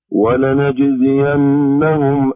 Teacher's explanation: حبذا لو ظهر القلقلة ولنجزينهم في الجيم